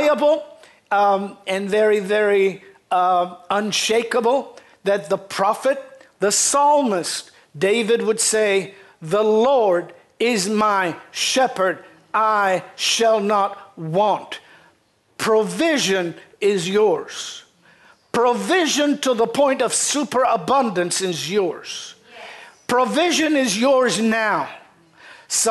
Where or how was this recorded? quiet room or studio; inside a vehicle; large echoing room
large echoing room